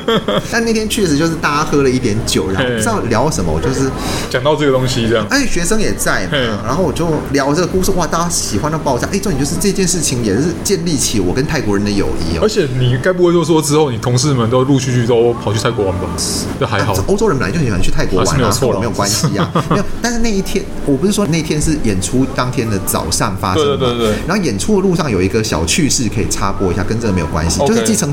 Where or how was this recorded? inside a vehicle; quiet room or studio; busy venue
busy venue